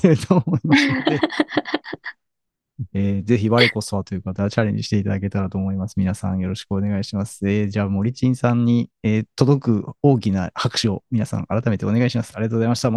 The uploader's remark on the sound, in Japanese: 10月12日夜にZoomで開催された第1回LISTENトークの第一部。想像していたよりもたくさんの方にご参加いただくことができ。